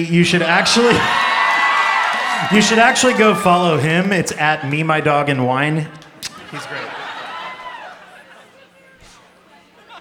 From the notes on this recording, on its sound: Live show taping at Bowery Ballroom, New York City